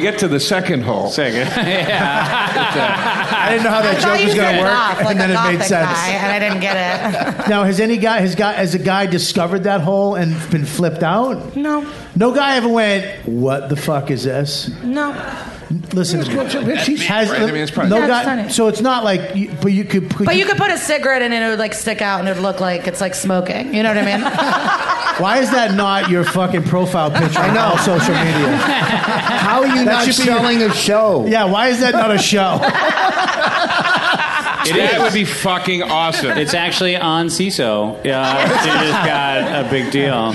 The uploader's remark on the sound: Recorded live on March 14, 2017 from the South by Southwest festival in Austin, Tx